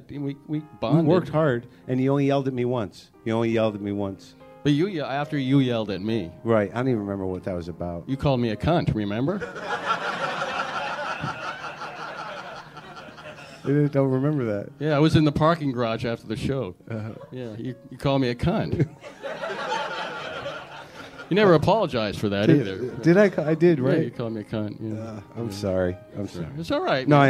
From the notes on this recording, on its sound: Live at Trepany House in LA. Big blowout bash blast at Trepany House in Los Angeles.